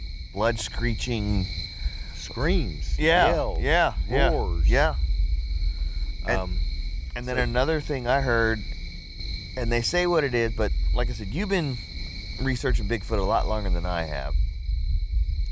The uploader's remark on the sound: E34- Caddo Campfire Pt1. Our podcast from the field.